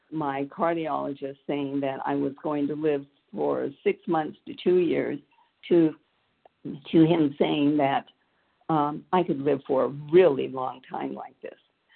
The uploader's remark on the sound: the 100 Pounders Phone Meeting, 5/19/23